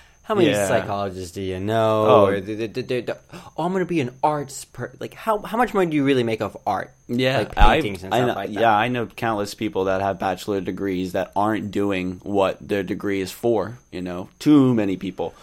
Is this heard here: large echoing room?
no